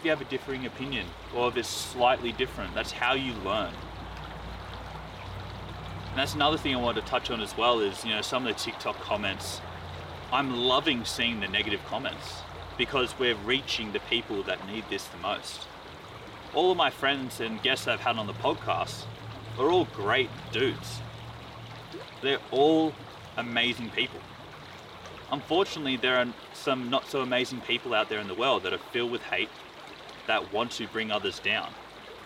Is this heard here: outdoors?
yes